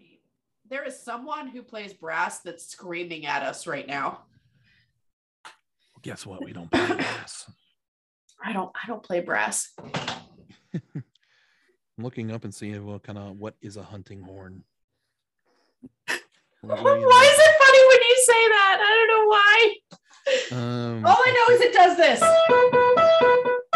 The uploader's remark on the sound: This episode is in two parts thanks to Zoom